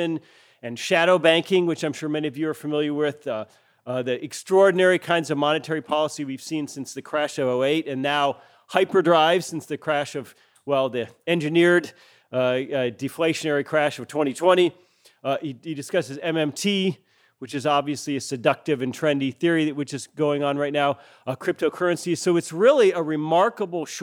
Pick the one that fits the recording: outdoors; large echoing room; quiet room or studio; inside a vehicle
large echoing room